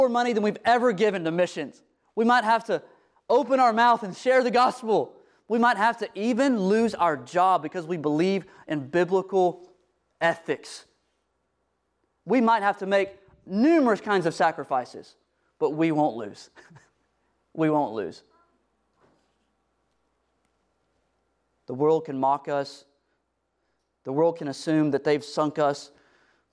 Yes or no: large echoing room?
yes